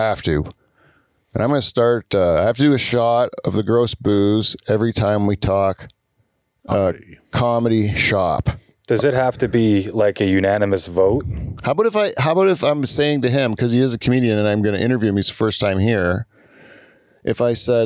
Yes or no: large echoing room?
no